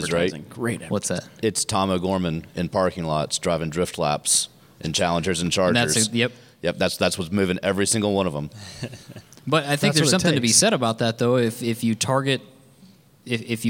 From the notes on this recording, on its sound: Live at SCCA National Convention in Las Vegas. Record our first live podcast at the South Point Hotel in Las Vegas during the 2019 SCCA National Convention.